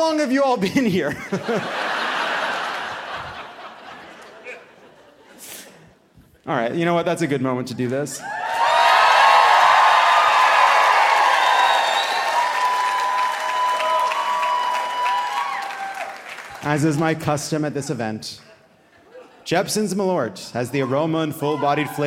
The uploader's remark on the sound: (Live from Chicago!). Live from the beautiful Vic Theater.